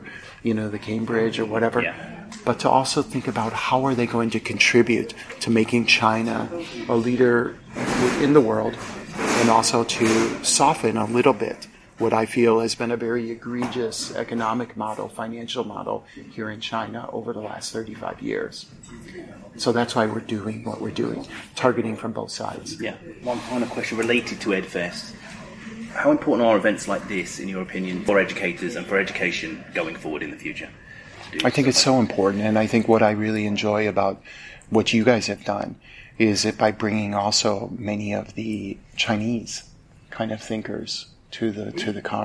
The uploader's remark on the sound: Apologies there is a lot of background noise during this interview as it was taken in the guest speaker social area. His talk at the Festival of Education Hangzhou.